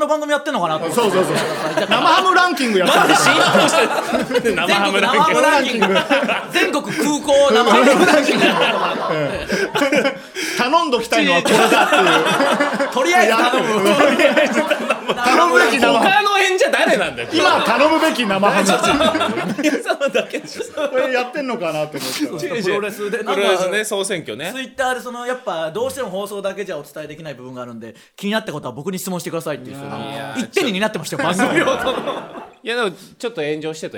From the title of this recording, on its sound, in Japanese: 公開収録